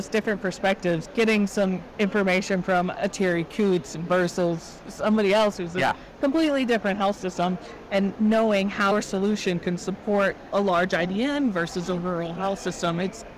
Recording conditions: busy venue